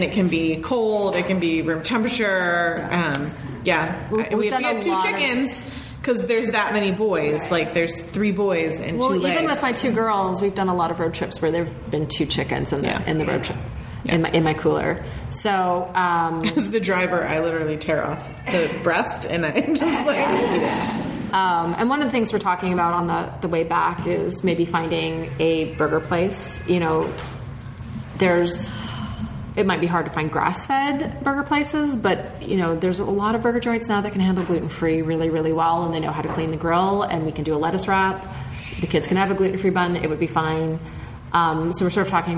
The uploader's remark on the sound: It's the third and final part of our LIVE show! Welcome to the live show, this is Part 3 of our show!